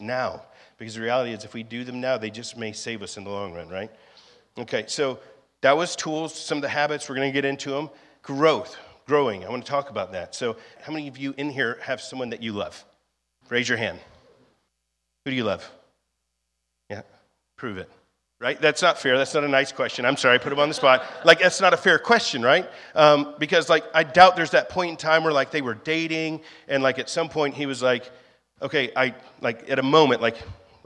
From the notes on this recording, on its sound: was recorded on Sunday, May 28th, 2023, during our 11AM service at The Anchor Church in Rockport, Maine.